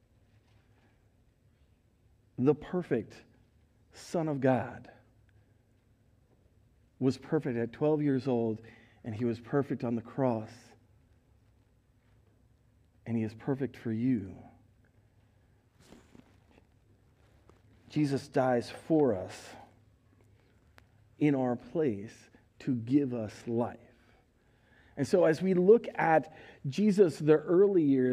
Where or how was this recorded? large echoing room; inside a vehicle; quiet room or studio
large echoing room